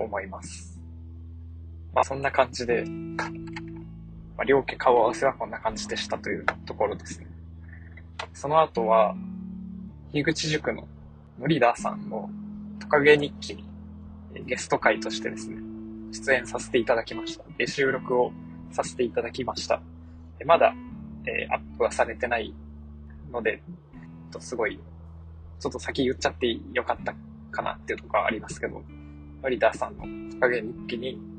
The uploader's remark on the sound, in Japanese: 2022年9月30日の夕方、運転中の車内にて収録